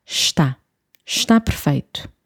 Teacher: Não se pronuncia o E de está.